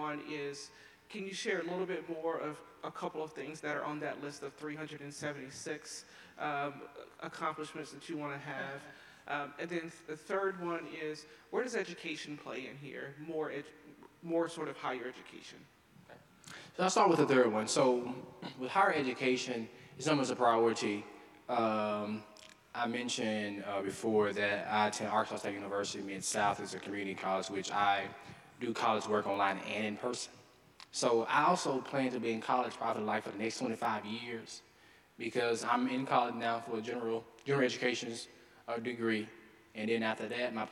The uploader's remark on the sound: delivered the final winter term convocation at Carleton's Skinner Chapel